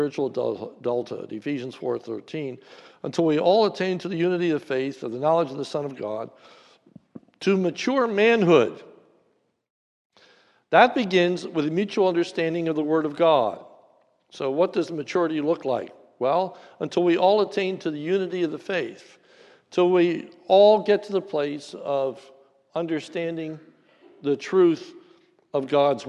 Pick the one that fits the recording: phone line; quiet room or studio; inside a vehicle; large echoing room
large echoing room